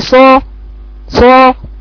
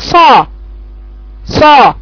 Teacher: إشمام الصاد مشمة بالضم مخلوطة بصوت الضمة والمفروض اني هقول صا صا هعمل كل خطوات الفتح يا دوب